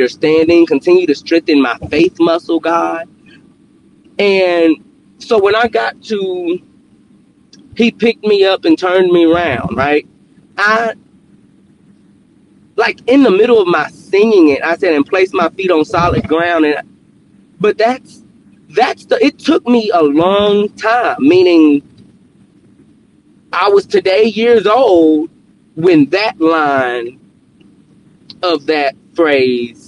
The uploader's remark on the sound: Car edition. In this episode from my car, we continue the overcome series with the tail end of my car worship.